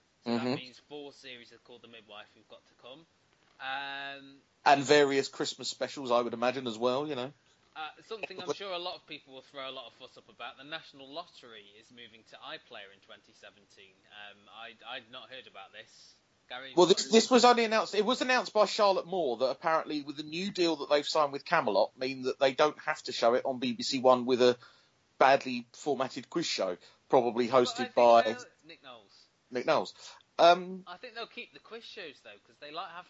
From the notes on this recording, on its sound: Pub Podcast. Due to the recording software used the bulk of the podcast is very quiet.